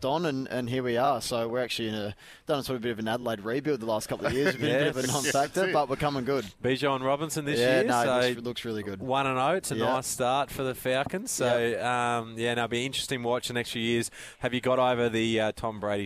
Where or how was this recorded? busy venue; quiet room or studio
busy venue